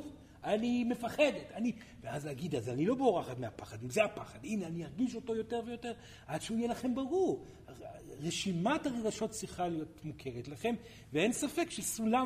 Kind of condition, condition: setting, live audience